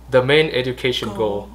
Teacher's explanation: bạn thiếu, thiếu chữ n và, và thiếu một cái nối giữa chữ main và chữ education